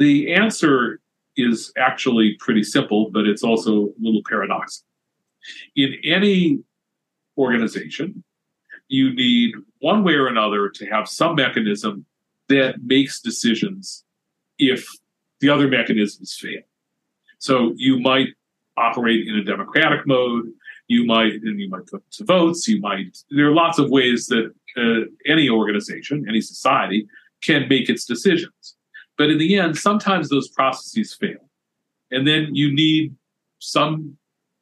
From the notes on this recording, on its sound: We recorded this episode via Zoom. Before the talk, he lost his voice. To spare his voice and energy, we stopped the recording at a certain point.